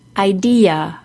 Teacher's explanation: It sounds choppy and less fluent. So for the word idea, we add a very quick Y sound between the vowels